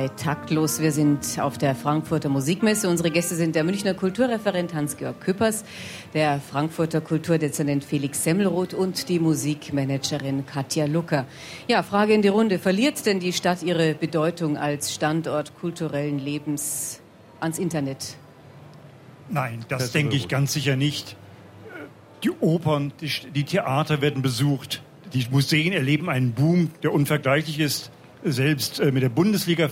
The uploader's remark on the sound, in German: Live-Mitschnitt von der Musikmesse Frankfurt.